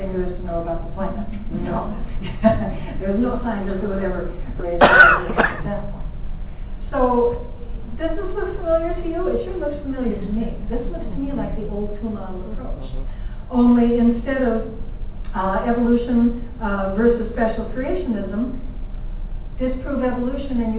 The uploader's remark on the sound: lecture at UFV, an event put on by FVASH in collaboration with the biology department of UFV.